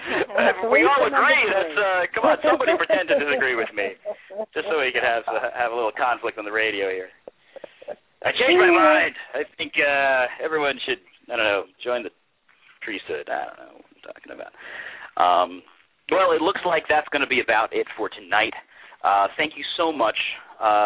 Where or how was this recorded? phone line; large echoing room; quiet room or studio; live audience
phone line